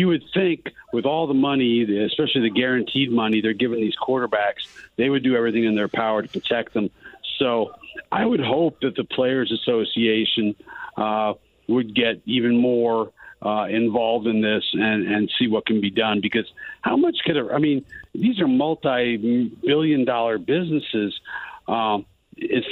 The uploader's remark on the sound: He opens the phone lines up and takes a call from a Colts fan! The show keeps rolling with some more phone calls from listeners!